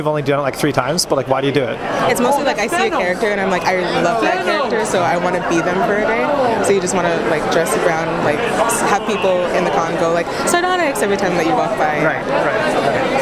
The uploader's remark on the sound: Reporting live from Emerald City ComiCon 2016